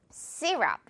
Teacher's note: Y라고 생겼지만 그냥 E 발음 있죠. 우리 미소 발음 너무 이렇게 양옆으로 입 찢는 발음 말고요. · Term: 평범한 정색 발음 E